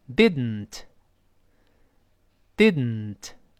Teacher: 后呢，这又发生这个鼻腔爆破了。所谓冰箱爆破，咱们多次说过，就是本来读成 didn't 是舌尖的爆破，这个爆破的口腔，对吧？但是现在呢，我把舌尖顶上去，顶到要发“的”那个位置，噔，噔，噔，那个位置，但舌尖就粘在上牙膛上不动了，舌尖不分开了，就舌尖不爆破了，然后从鼻子出气儿。